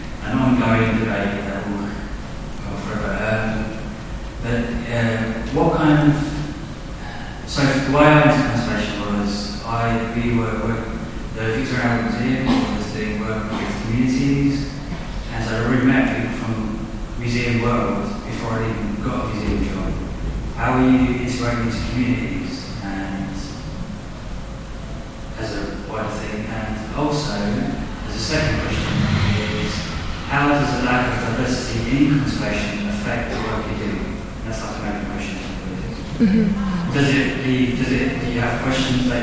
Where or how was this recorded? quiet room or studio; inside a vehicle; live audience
live audience